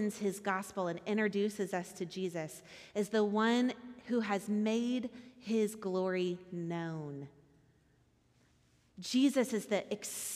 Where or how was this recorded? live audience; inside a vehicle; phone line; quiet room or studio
live audience